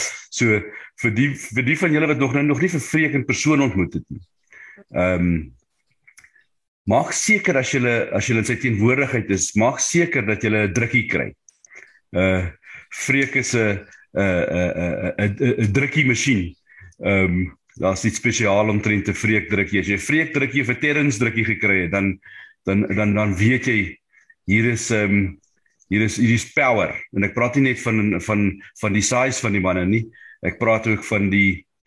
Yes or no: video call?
yes